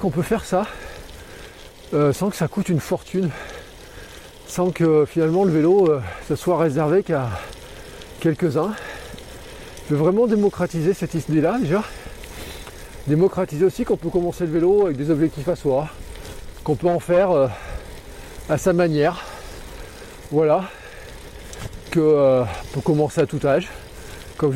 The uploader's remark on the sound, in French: Et surtout je vous partage les tous premiers kilomètres sur mon nouveau Gravel ! Car oui j’ai enregistré cet épisode en roulant.